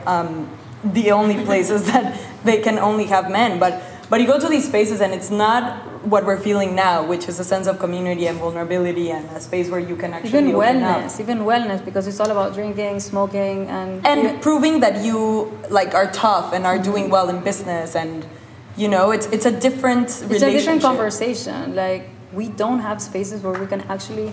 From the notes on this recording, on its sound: Currently on show at Faena Art Project Room in Miami, where this episode was recorded to a live audience.